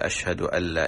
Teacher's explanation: يترك إدغام النون في اللام، يقول أشهد أن لا، يقول أشهد أن لا إله إلا الله.